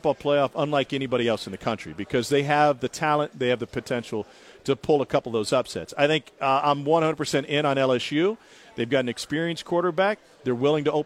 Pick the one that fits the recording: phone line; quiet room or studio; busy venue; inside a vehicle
busy venue